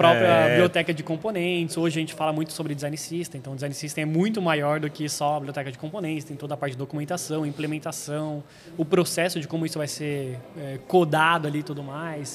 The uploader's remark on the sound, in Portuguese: gravamos um especial diretamente do DEX - Desconferência de Design da Mergo.